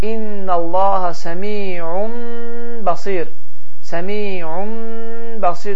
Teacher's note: İnnallaha səmi'un basir yerinə İnnallaha səmi'un basir, səmi'un basir deyərək tələffüz olunur. Və iqləb zamanı dodaqlar mim şəklini alır və qaydanın üzərində 2-3 saniyə dayanılır